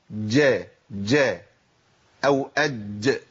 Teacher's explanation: في ناس بتنطق الجيم مشوبة بدال